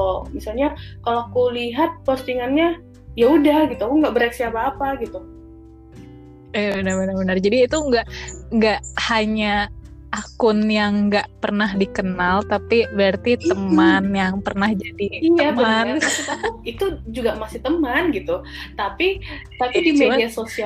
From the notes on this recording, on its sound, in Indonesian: Podcast ini dibuat dari rumah kita masing-masing, jadi kalau kualitas suara kurang baik mohon dimengerti yaa guys.